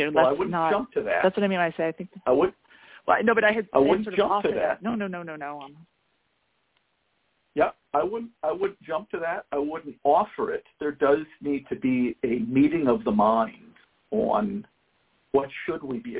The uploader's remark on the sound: Help out a mom who called in with a difficult situation with her son.